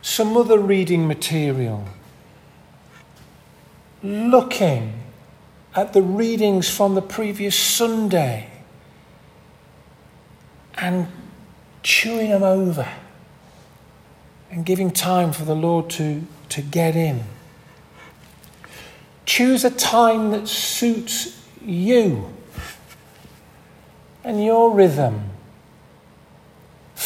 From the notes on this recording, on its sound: This audio recording was taken from the 10:30 Communion service at St Mary and St John's Church in Hardraw on 19th February, 2023.